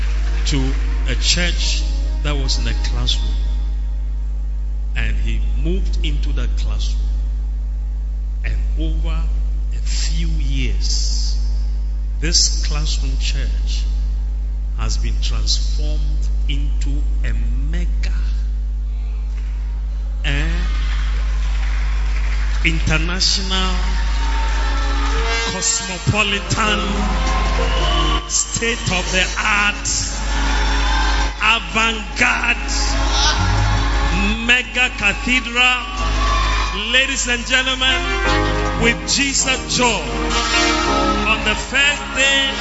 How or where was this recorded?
large echoing room